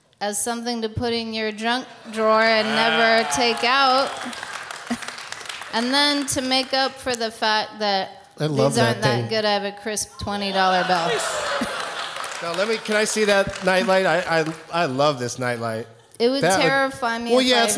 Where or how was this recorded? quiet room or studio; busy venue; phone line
busy venue